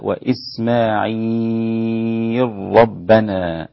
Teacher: أدغمت اللام في الراء · Term: الإدغام الكبير